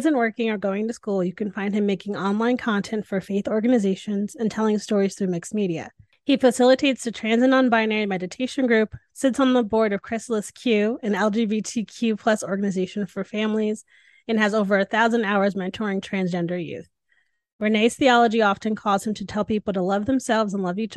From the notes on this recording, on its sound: This podcast was recorded via Zoom.